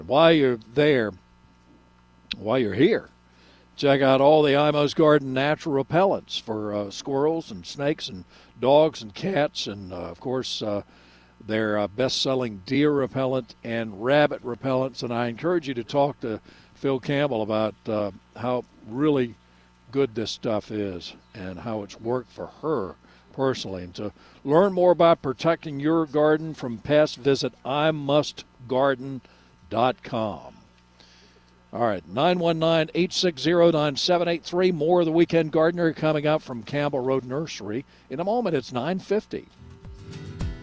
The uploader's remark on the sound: Broadcasting live from Campbell Road Nursery.